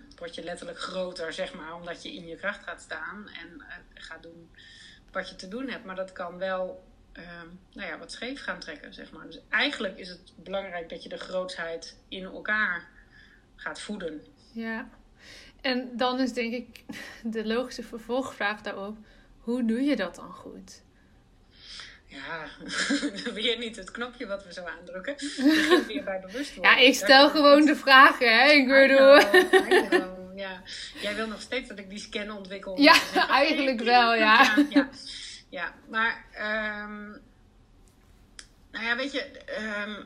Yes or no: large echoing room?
no